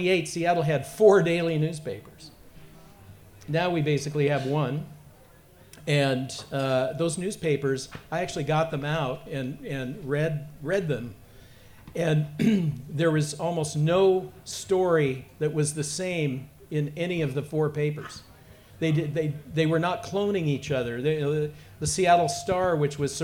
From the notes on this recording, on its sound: Humanities Washington presented this Think & Drink event. The discussion took place at Naked City Brewery in Greenwood on December 12.